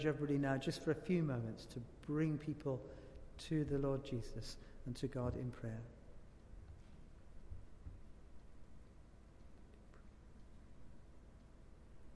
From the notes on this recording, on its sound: Christ Church, Bayston Hill (UK)